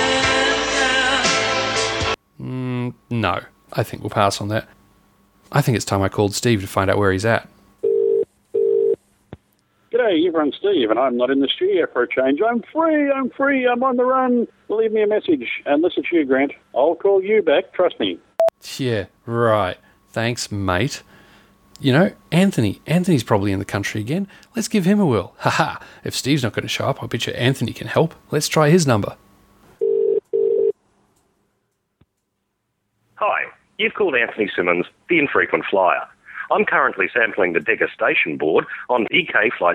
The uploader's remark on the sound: make some phone calls to get help from the rest of the PCDU team